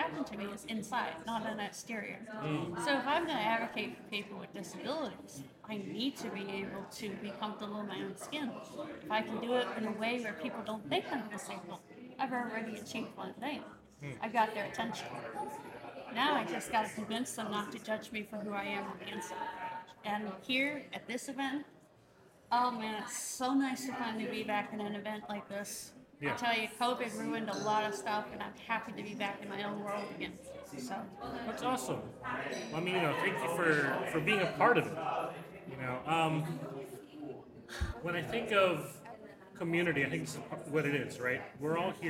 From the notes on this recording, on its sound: Special podcast series previously hosted LIVE from the EsportsNext 2023 conference.